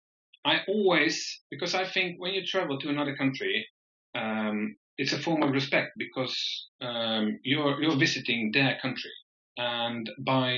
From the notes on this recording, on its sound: I sincerely apologise for the poor audio quality of this episode. We're not really sure what happened.